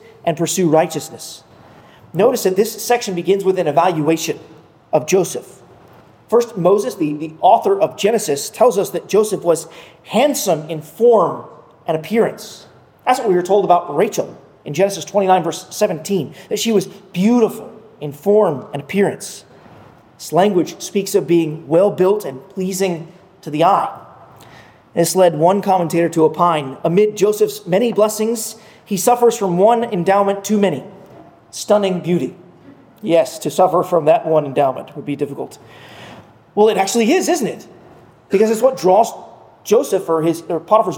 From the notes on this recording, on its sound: at Arlington Baptist Church in Arlington, Virginia